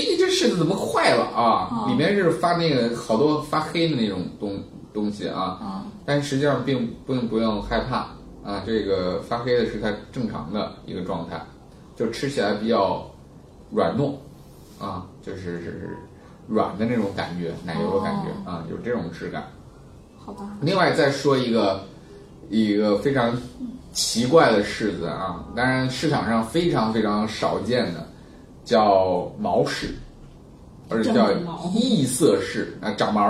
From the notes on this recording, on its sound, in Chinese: 本期节目为在张大妈办公区用录音笔录制，可能有街道上的杂音，请见谅。